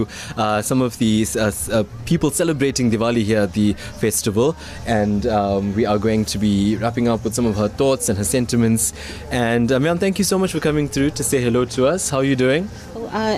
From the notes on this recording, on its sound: live from the Midlands Diwali Festival